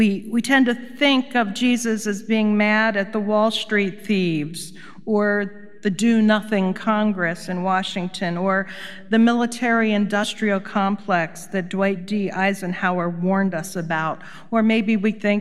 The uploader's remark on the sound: Recorded live at Beatitudes Church in Phoenix, AZ.